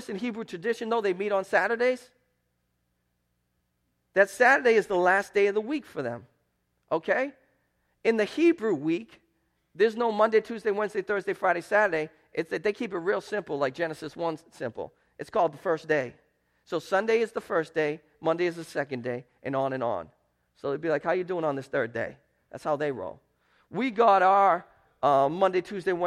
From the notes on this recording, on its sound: Preached at Restoration Road Church on April 30, 2017. 4 Oak Street in Wakefield, MA.